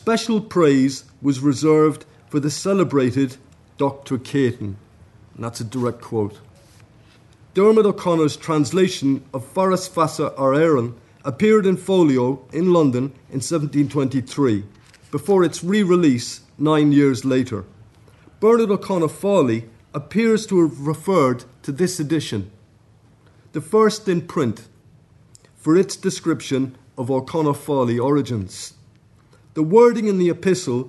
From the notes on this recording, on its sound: at the 2022 Tudor and Stuart Ireland Conference